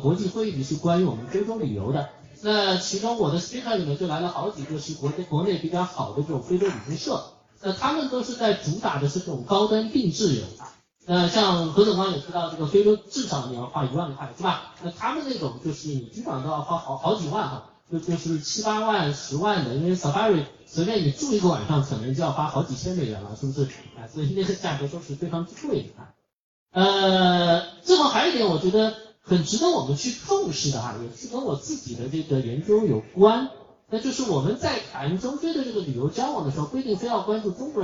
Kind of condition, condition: setting, live audience